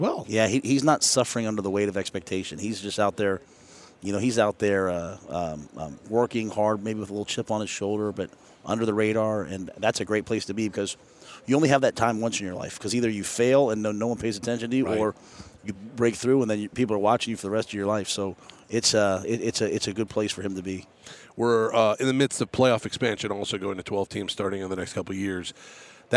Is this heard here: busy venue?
yes